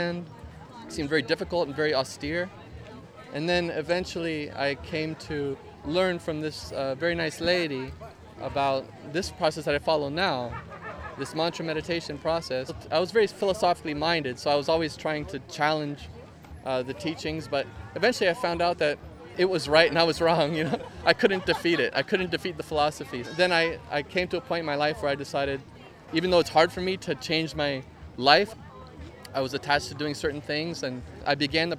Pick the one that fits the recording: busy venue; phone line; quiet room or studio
busy venue